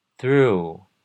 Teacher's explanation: 这个 TH 是发气音的 Th 的音 Through 把舌头放在两齿之间